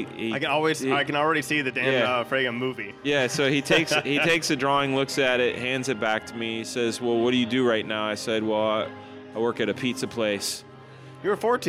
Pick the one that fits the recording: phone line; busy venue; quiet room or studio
busy venue